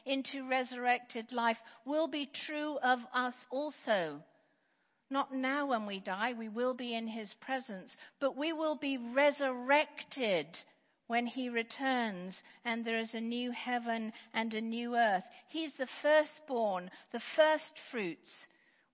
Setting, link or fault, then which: setting, large echoing room